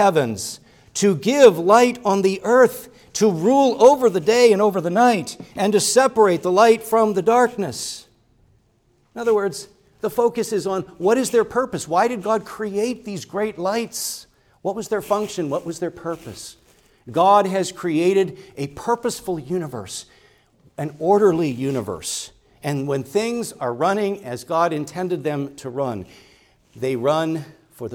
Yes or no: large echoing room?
yes